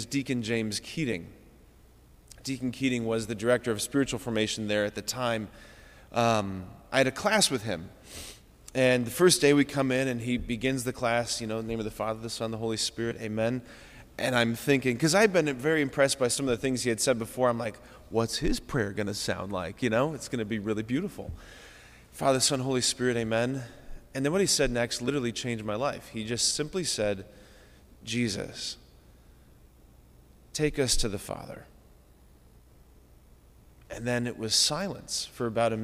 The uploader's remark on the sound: preached this homily on February 20, 2024 at Sacred Heart of Jesus Catholic Church in Wadsworth, OH